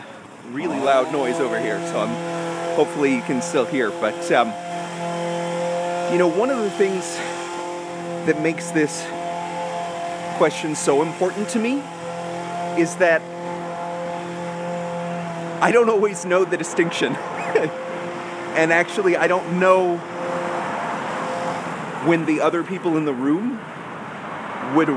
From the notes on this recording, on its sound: A live walk and talk vlog.